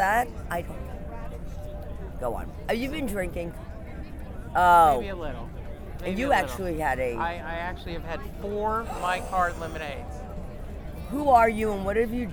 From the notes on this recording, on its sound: shares some audio he recorded while tailgating